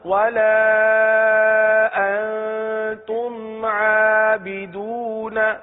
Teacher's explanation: انتم گنہ جو ہے یہ ناک سے ادا ہوتا ہے